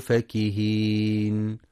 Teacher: ينتبه القارئ برواية حفص في كلمة فكهين لفتح الفاء فقط دون مد، فلا يقرأ فاكهين بمد الفاء، وإنما وردت بالمد في سورتي الدخان والطور.